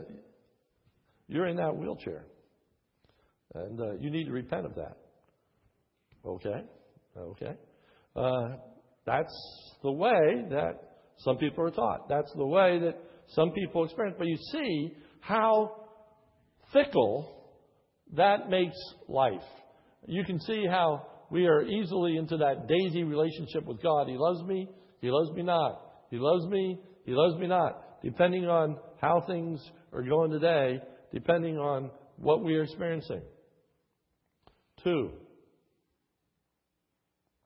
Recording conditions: large echoing room